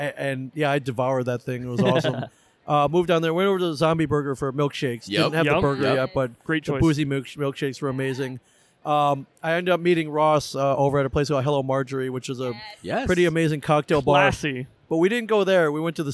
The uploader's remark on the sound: recorded on-location at Des Moines Con 2023